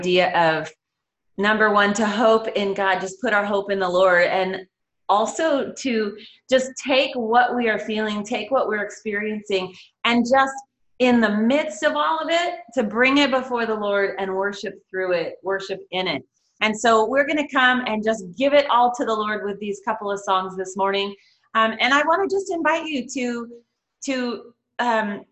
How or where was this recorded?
video call